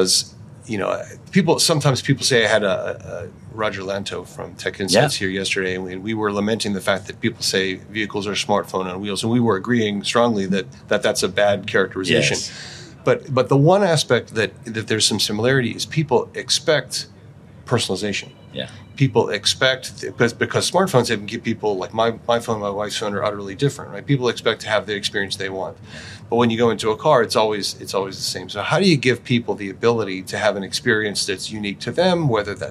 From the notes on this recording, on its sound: Filmed live at the Consumer Electronics Show 2024 (CES 2024). In the podcast studio at the Sonatus booth.